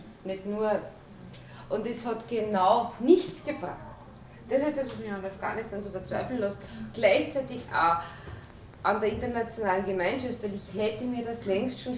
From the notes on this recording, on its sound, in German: Workshop mit Journalistin und Kriegsreporterin. Sie sprach im Rahmen der Green Lecture Reihe der Grünen Bildungswerkstatt OÖ.